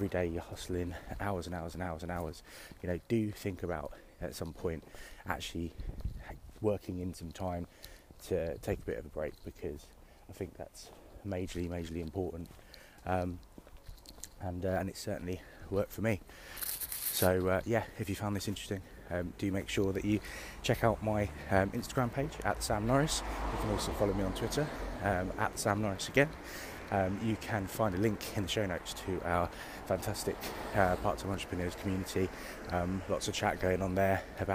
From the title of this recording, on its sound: Walk & Talk